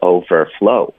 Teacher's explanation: 那我们就把重音放在第二个词上，那 flow 它就是一个音节，就是 overflow。我们啊，所以就是一个，就是针对 compoundword，OK。那如果它不是一个 compound word 呢，我们要看它的后缀，OK。那后缀呢，每一种后缀都有它自己的一个意思，就是不是意思，而是重音的规则。我们这儿出现的前两个词都是 compoundword，OK，第一个词是 outnumber，因为它是一个动词，所以它的 num 才是重音 outnumber。OK，第二个词也是一个动词，所以它的重音是在 estimate，overestimate，estimate 的重音是第一个音节。第三个词呢，它就不是一个 compoundword